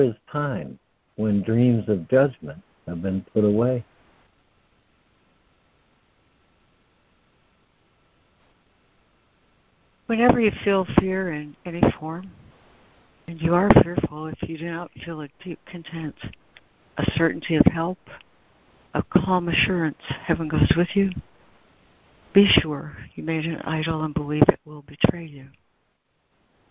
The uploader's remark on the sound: ACIM Daily Conference Call